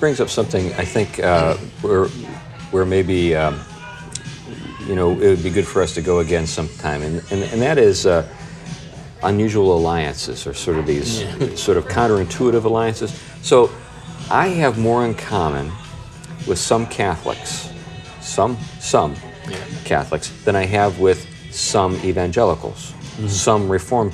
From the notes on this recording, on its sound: The show is a bit noisy and a little choppy because it was recorded in the main part of the pub (we were exiled from the backroom by paying customers!).